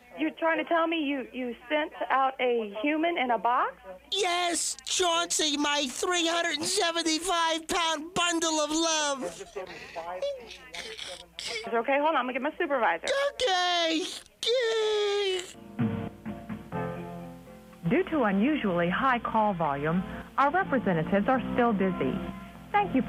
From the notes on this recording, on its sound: RBCP's Personal Prank Phone Calls Collection